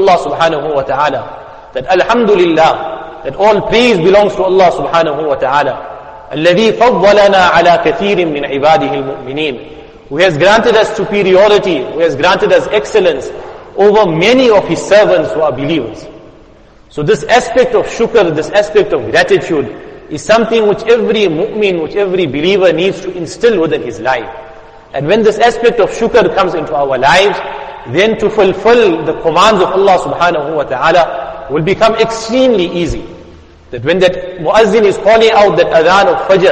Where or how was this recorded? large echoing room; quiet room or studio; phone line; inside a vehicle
large echoing room